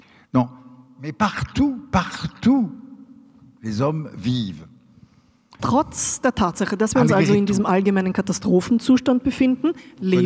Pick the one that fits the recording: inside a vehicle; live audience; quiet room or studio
live audience